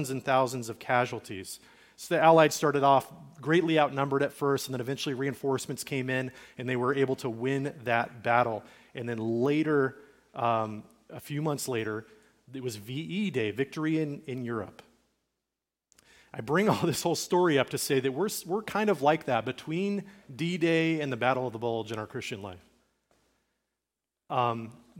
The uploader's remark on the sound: Recorded at Liferoads Church in Spokane, Washington